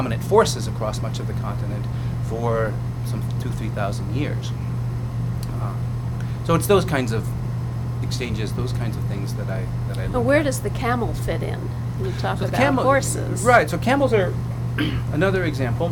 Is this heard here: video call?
no